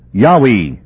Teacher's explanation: The true pronunciation seems to have been Yahweh. The accent should be on the final syllable.